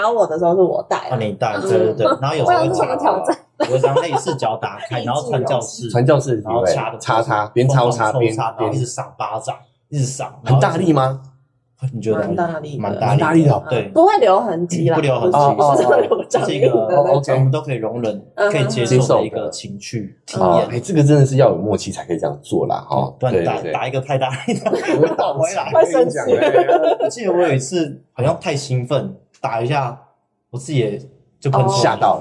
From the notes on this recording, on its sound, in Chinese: 音質警告，錄製環境不佳、請選擇性收聽！